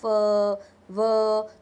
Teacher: so these consonant sounds are produced when the lower lip is brought closely to the age of upper teeth